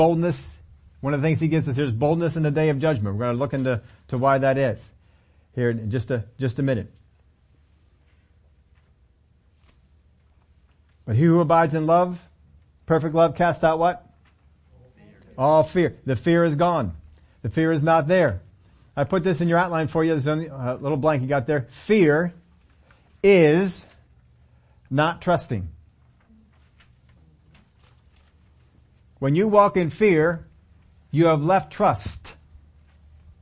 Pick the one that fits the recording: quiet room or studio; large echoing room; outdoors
large echoing room